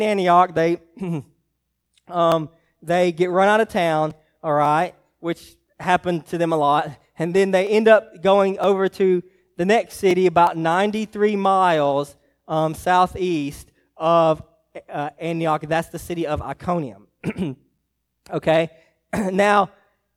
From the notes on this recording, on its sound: message preached to Hillside Baptist Church in Eastman, GA on 1/7/24